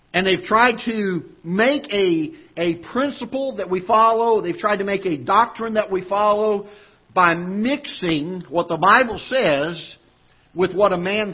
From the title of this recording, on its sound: Ketha Heights Baptist Church ~ Live Broadcast